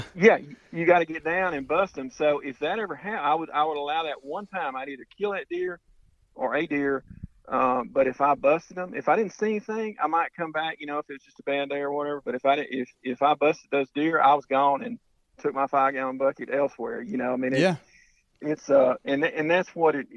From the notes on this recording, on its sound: We're on the phone